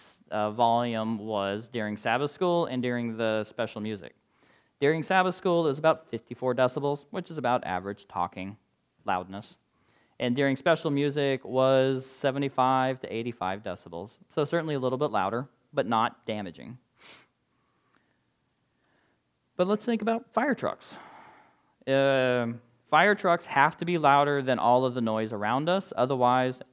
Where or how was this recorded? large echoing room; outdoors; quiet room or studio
large echoing room